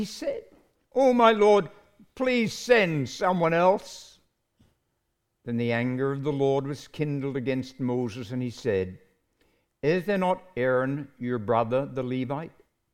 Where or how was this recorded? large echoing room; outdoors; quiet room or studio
large echoing room